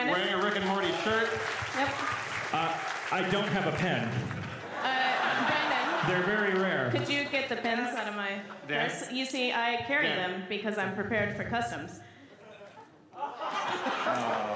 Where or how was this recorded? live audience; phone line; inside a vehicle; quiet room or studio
live audience